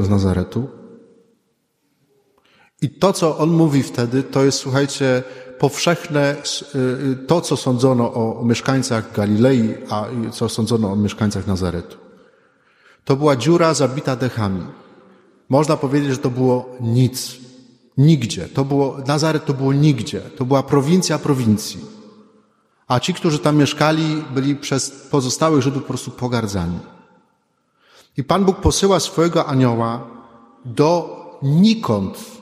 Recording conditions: large echoing room